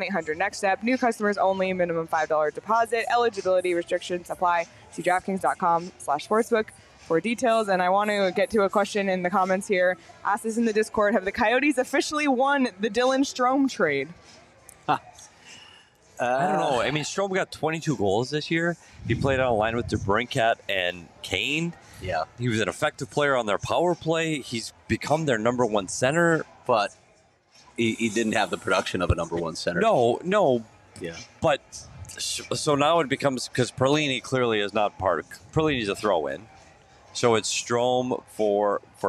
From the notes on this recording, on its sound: live from The Lola at Westgate